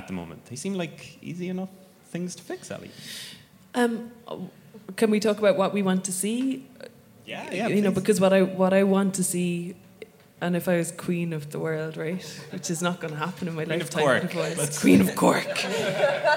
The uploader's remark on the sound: Live at It Takes A Village 2019